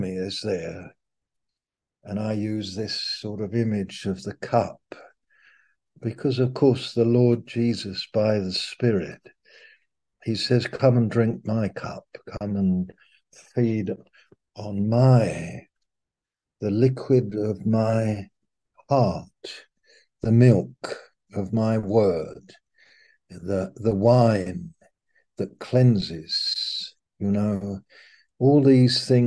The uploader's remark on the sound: Malaysia Meets (Zoom).